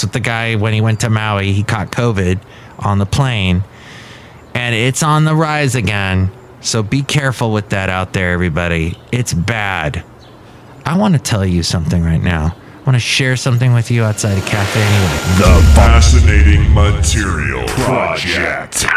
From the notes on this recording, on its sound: podcasts live from Cafe Anyway